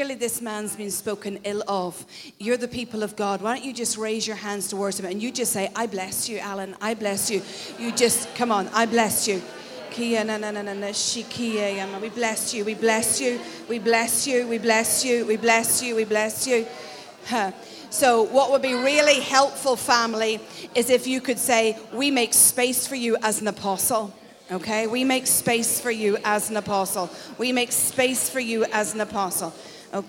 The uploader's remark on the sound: Glasgow Prophetic Centre. Recorded at the Speakers Of Life conference.